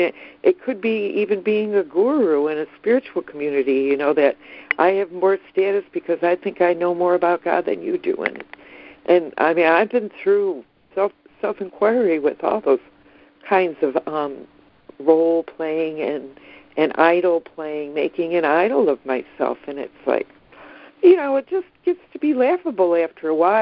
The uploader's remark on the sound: ACIM Daily Conference Call